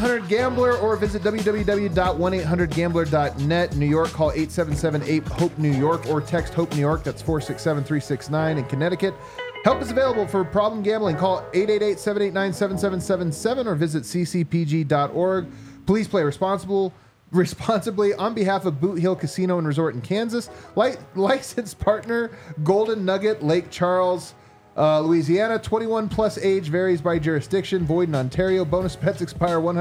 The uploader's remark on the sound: Come to you LIVE from the DNVR Bar.